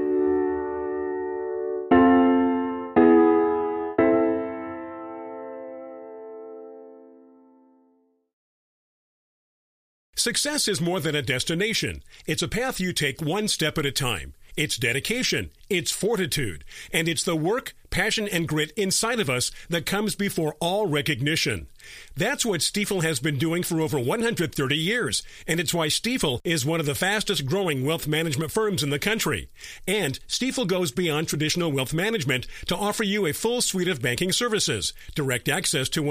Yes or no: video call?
no